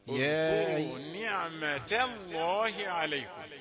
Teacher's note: نعمة الله تا تا رقيقة وتيجي بعدها لفظ الجلالة لا تتأثر بها